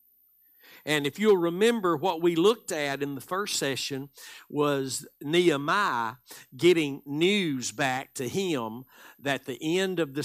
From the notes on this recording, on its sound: Live Sunday Morning Service